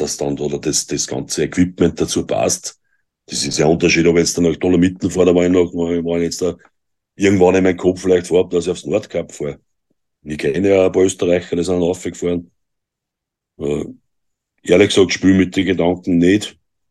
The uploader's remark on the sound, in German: Wir haben uns über Zoom getroffen!